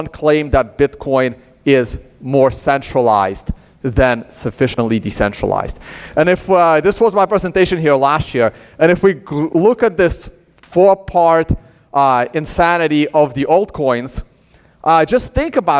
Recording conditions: live audience